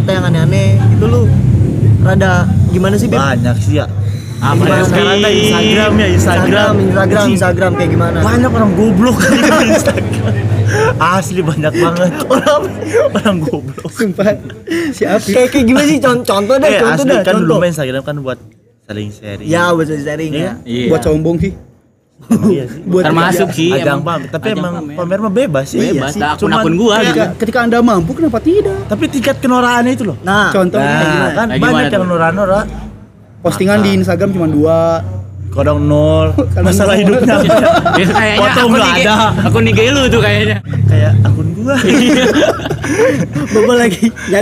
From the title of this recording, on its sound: LIVE FROM SALAKA COFFEE